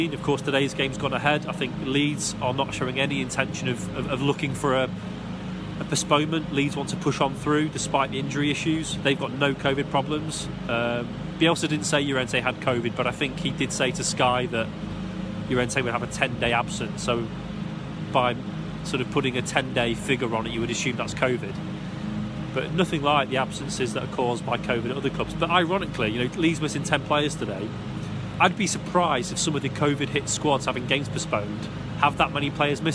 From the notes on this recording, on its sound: Live in the ground with another post-pod as Leeds lose out to Arsenal.